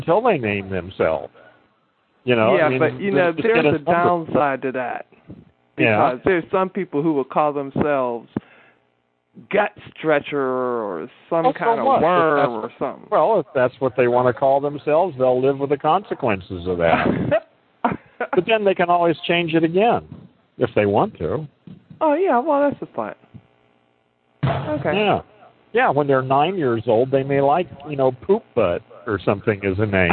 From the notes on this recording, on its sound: really bad audio